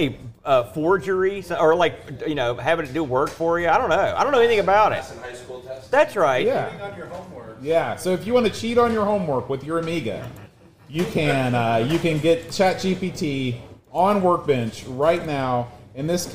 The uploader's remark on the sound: LIVE from Boatfest 2023